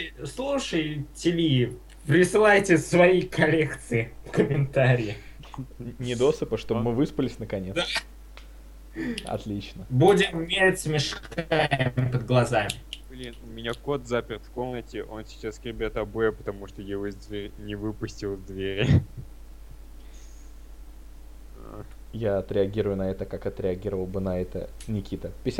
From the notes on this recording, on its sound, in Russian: Это старый выпуск подкаста, не имеющий чёткого формата, записанный в не очень высоком качестве и являющийся, по сути, просто болтовнёй трёх друзей.